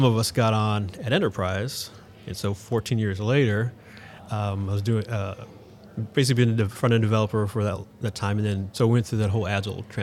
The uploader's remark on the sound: Live From Agile Midwest